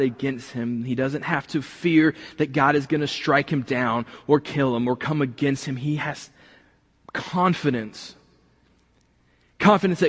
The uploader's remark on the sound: this week was recorded from the building